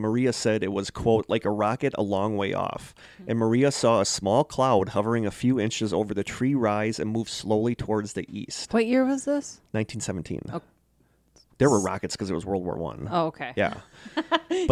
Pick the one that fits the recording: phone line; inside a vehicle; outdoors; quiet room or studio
quiet room or studio